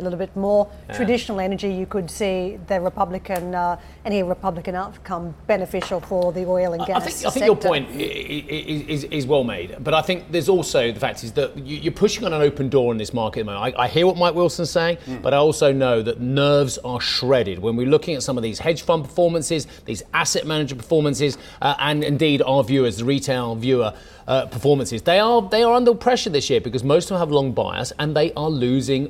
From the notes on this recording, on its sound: We are also live at COP27 in Sharm El-Sheikh